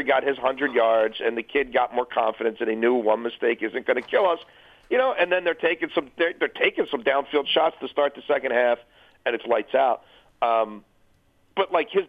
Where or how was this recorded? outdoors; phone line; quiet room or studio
phone line